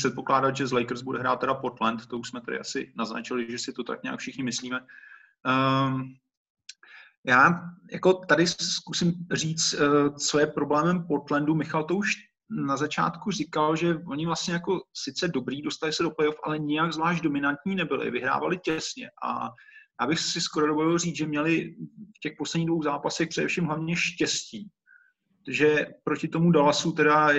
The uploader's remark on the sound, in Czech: Na dálku přes zoom probírala trojice basketbalových expertů.